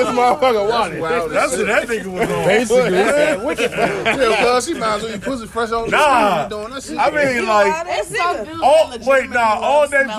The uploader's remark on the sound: The Boncast (Live Episode). A Very Special Live (And Spontaneous) Episode Recorded On Location At One The Legendary Bonfires.